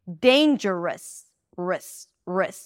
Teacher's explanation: an R sound, and then a schwa